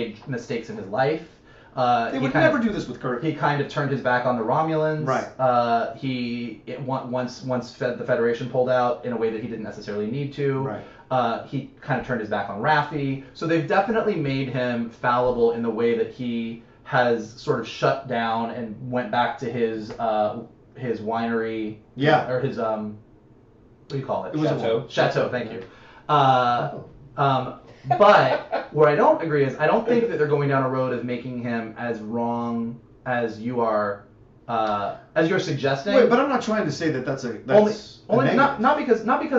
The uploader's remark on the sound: AUDIO UPDATE: HAD TO USE THE CAMERA AUDIO INSTEAD OF OUR MICS AUDIO, THE H6 AUDIO WAS DAMAGED.